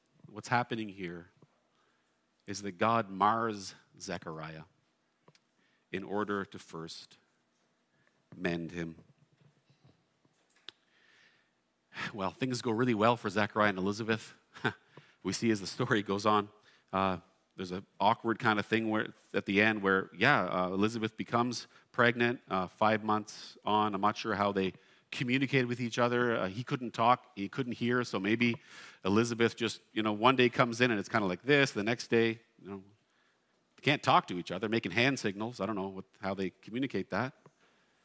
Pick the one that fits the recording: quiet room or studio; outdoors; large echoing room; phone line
large echoing room